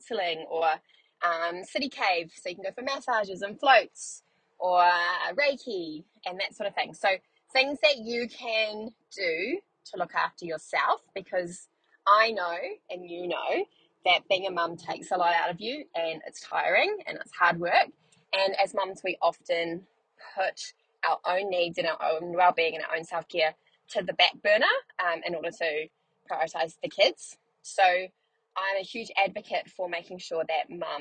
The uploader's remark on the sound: On the way to Carindale to pick my son up from the movies. I should record a podcast for busy mums whilst I am also in the car being a busy mum.